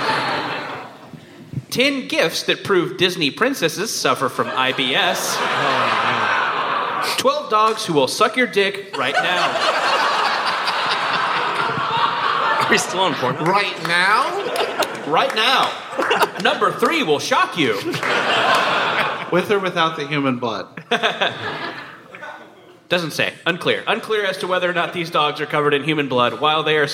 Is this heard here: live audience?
yes